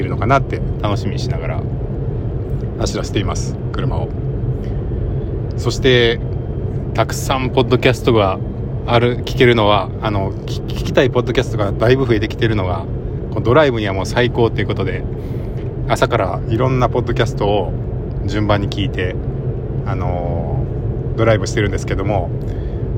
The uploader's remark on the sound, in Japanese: 8/26 朝のドライブ（録り直し）